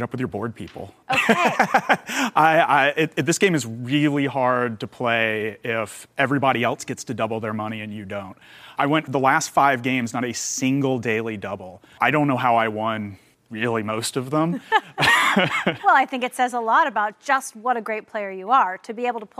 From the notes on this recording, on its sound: Live event in celebration of JeoparDAY!